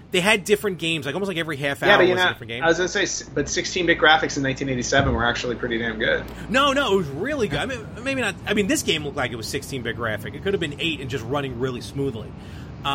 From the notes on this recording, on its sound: live from the Long Island Retro Gaming Expo